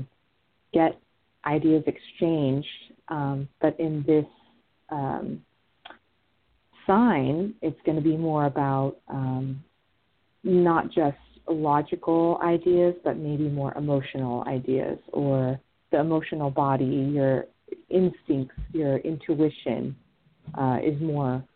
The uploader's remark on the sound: This is a call in show